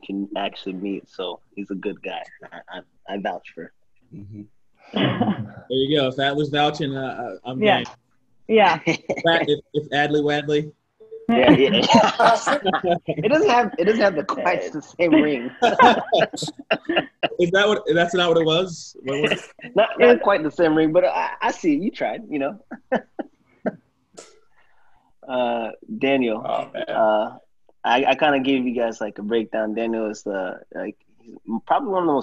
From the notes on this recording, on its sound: As a part of the Round Table Series, the crew takes things to a new level in a setting which everyone is able to collaborate across Zoom.